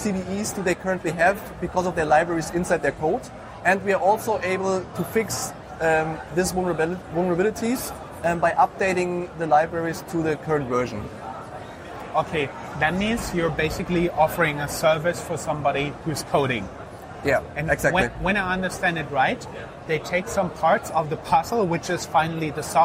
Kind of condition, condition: setting, busy venue